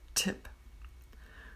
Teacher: with tip, the front of the tongue stops the air